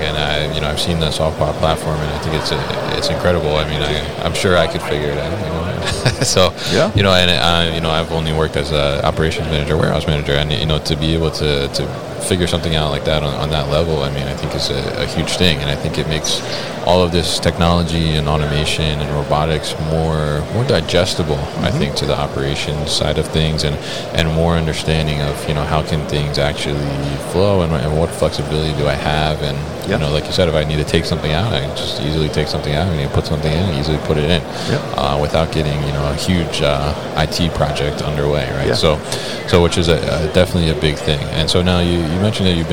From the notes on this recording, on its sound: SVT Robotics at MODEX 2022